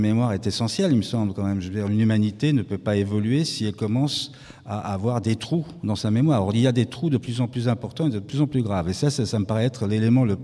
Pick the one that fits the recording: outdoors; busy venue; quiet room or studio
busy venue